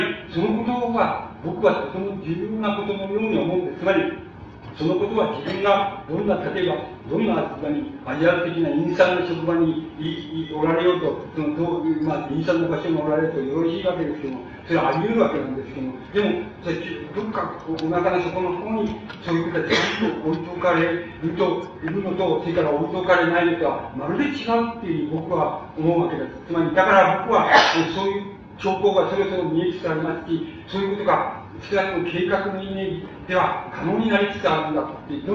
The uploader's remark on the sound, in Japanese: 主催：群馬県庁労働組合 場所：群馬会館ホール。録音者の手元のノイズが 入っており 音質はあまりよくない。